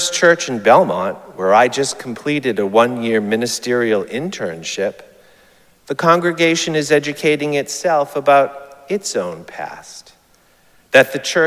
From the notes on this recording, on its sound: Recorded live at Arlington Street Church, Sunday, June 18, 2023.